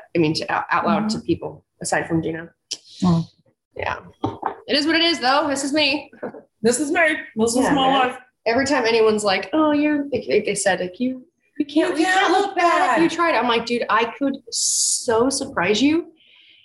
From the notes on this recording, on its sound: Zooming with each other! In the same room!